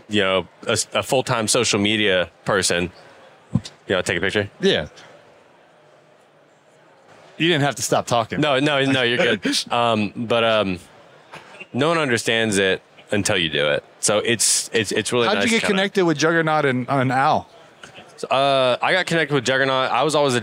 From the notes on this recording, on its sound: Live from the John Deere booth at Equip Expo 2023